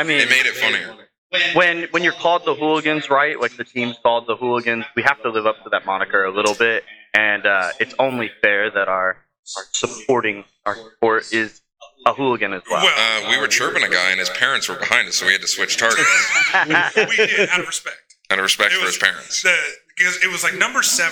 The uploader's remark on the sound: We just switched to a new mixer and understand there is an echo that was unable to be removed in post.